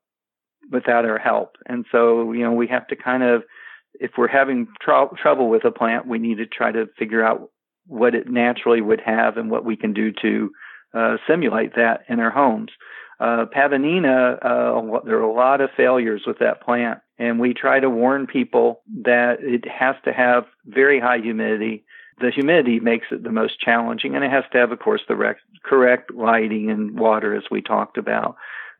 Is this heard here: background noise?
no